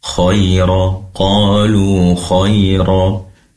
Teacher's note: Kemudian qalu khaira, di situ waqaf saja, namun tadi terdengar ro-nya seperti dhamma khairu, maka perlu diganti menjadi khairo karena fathah. Fathah itu membuka.